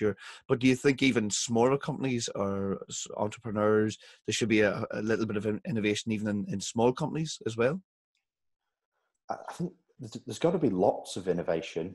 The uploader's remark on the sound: joined ProfileTree, using a Zoom video link